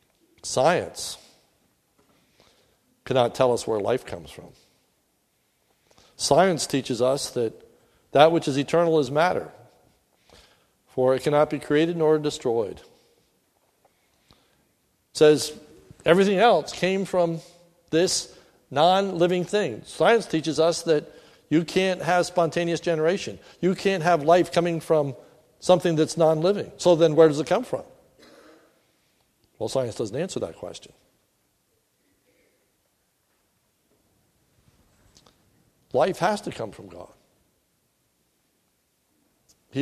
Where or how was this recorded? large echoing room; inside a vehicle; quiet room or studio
large echoing room